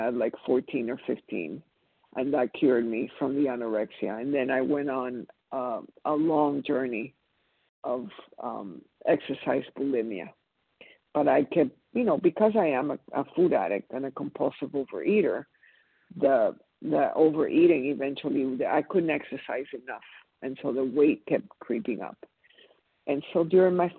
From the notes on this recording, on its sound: 100 Pounders Phone Meeting